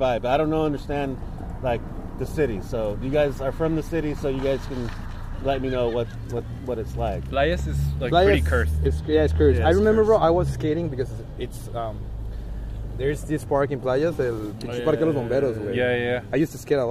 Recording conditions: outdoors